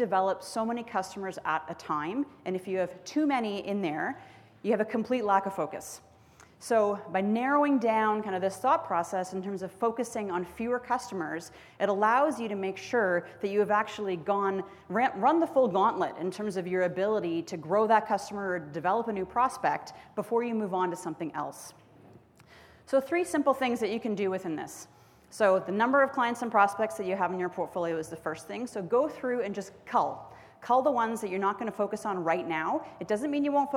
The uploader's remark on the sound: spoke to an audience full of entrepreneurs at our skucon conference in Las Vegas